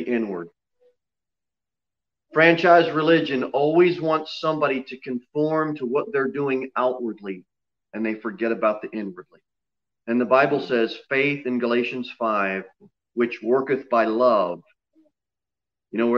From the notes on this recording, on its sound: Sermon delivered at Pilgrim Baptist Church. Jere Whitson Rd. Pilgrim Baptist Church is a bible-believing, independent Baptist church.